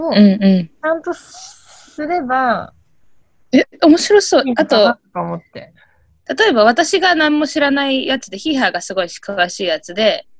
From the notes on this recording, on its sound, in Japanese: 東京と新潟でzoomにて収録